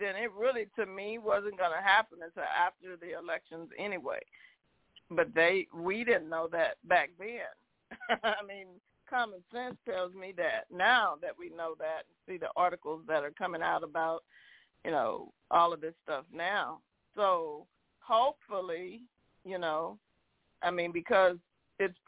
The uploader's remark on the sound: TNTSuperfantastic Conference Call